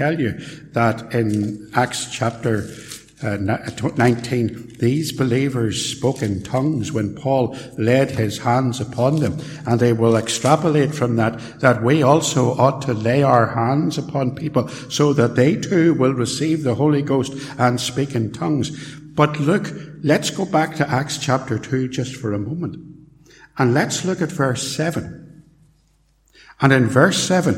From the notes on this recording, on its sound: In this portion of a sermon preached at Templepatrick Reformed Church